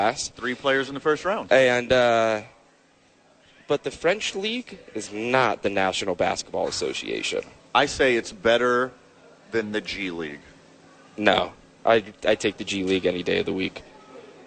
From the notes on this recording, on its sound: live from Red Door Brewery Downtown Albuquerque